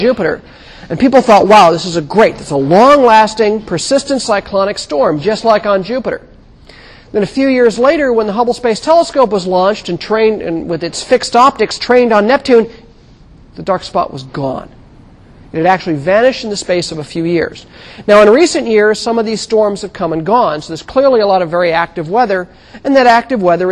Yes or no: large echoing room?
yes